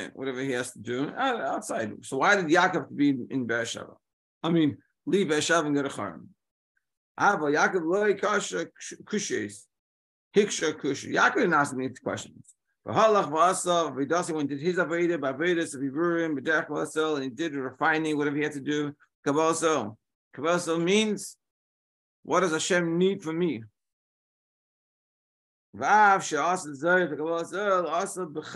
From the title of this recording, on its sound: Daily Zoom Shiur